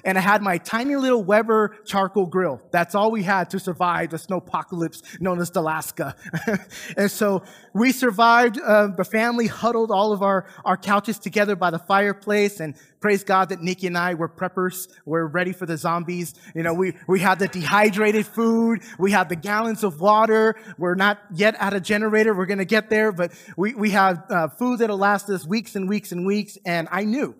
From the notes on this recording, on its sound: Recorded from South Gate Fellowship in Duncanville, TX